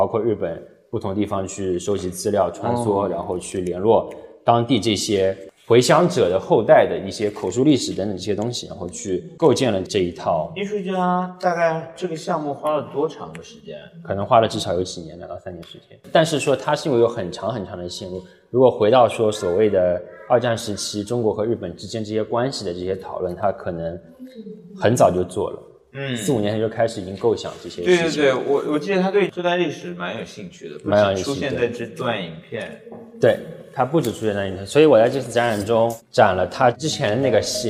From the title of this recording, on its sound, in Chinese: 艺术家群展「迷雾幻屿 Foggy Island」现场导览